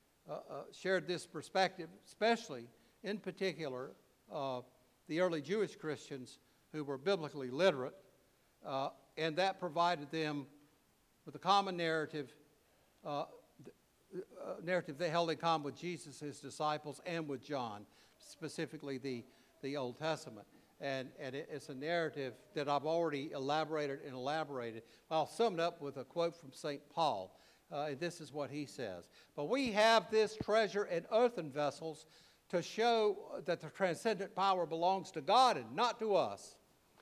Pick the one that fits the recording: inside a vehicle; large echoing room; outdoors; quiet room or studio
large echoing room